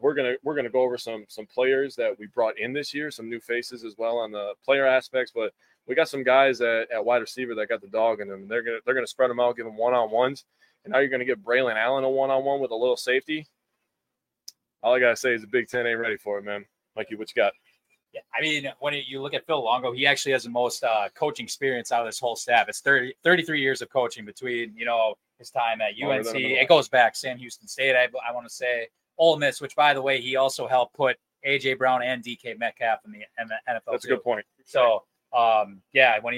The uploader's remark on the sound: Live from Isaac's Sports Bar and Grill